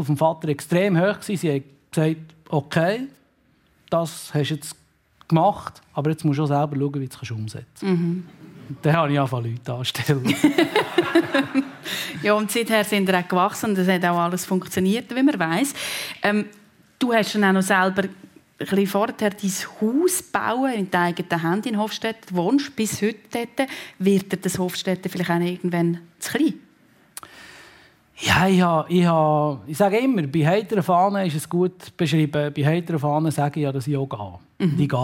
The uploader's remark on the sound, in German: Die Gesprächssendung «Persönlich» von Radio SRF 1. Live aus der Livestage des Radiostudios Zürich.